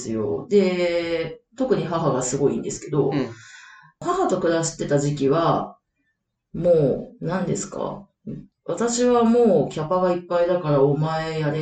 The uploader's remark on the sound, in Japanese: 11月～今回の収録まで音質が非常に悪いです！すみません！なぜか音質が悪い・・・。